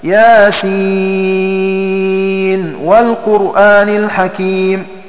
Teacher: أمر الناظم بإظهار نون ياسين عند واو والقرآن الحكيم